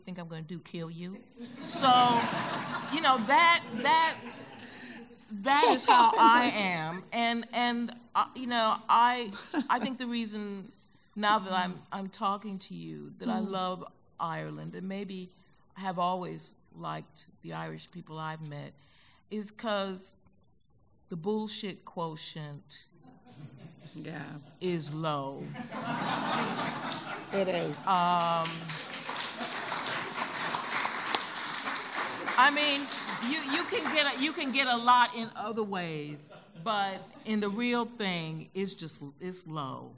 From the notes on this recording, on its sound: speak to a live audience